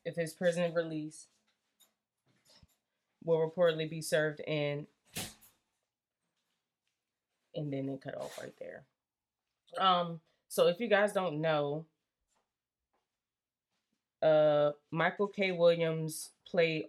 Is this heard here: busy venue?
no